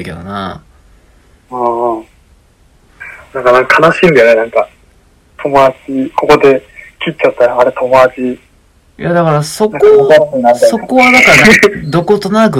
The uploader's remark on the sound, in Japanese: 電話収録の為音声が聞き取りにくい場合がございます。